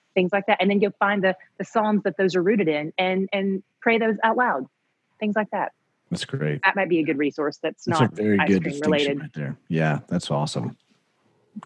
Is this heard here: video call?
yes